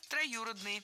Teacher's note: Троюродный. Ударение ставим на гласную «ю». Брат троюродный.